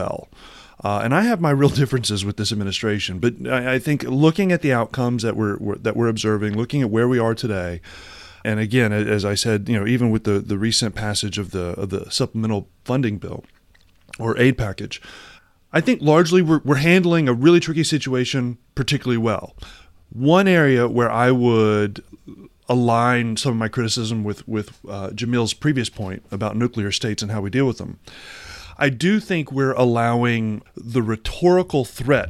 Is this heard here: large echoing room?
no